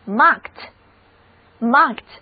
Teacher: 注意字母组合 ed 在这里的读音是清辅音 t，整个单词读作 marked.